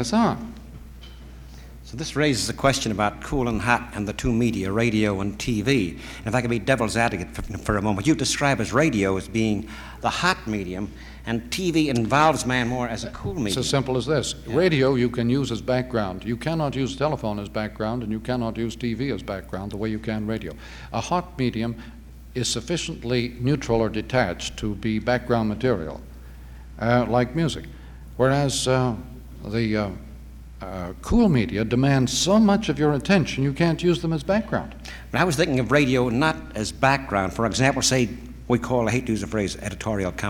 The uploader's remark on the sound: Recorded in front of a live audience at Kendall College. Takes several questions from the audience throughout the program.